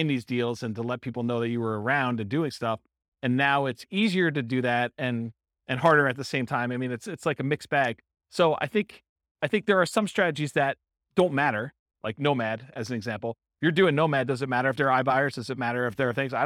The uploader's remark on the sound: This was a live class recorded. Roseville, California.